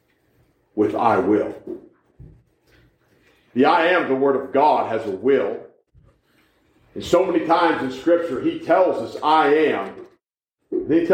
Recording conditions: large echoing room